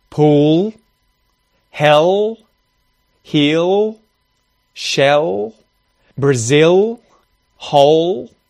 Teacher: In Australian English, or in English everywhere, it'll be the light L, usually, L, where the tongue is touching the top of the mouth, L, and the air is escaping around the sides